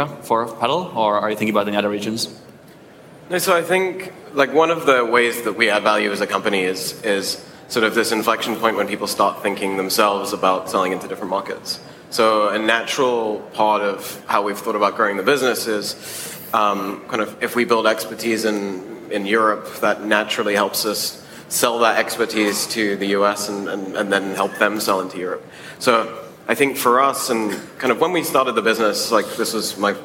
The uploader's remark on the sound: we take you back to the SaaStock18 Scale stage for a panel discussion